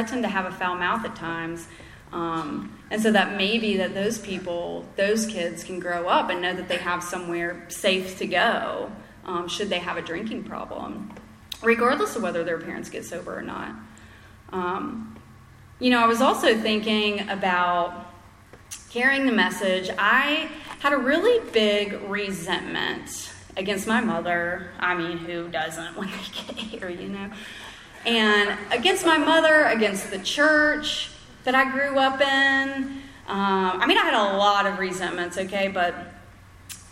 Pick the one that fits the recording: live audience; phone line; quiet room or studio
live audience